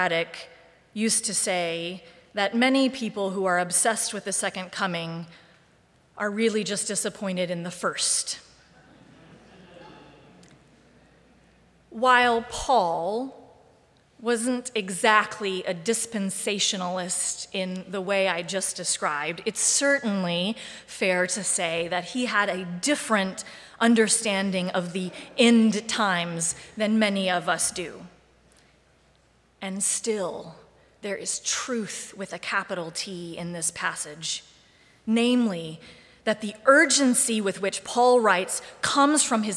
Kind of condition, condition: setting, large echoing room